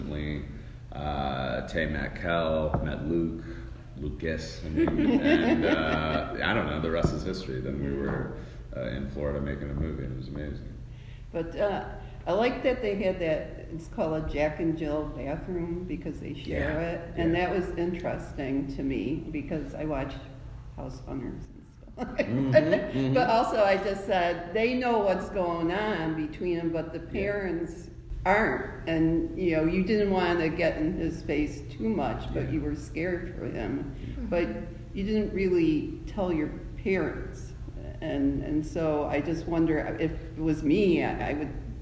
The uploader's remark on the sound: at the 2019 Middleburg Film Festival